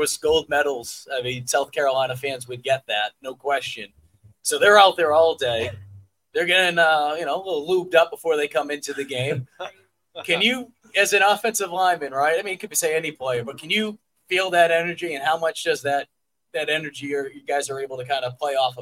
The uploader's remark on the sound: a new live in-person show at CB18 Bar & Grill for Gamecock student-athletes through the Garnet Trust